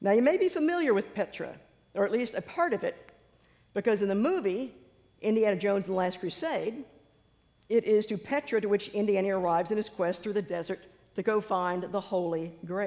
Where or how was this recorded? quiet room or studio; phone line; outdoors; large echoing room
large echoing room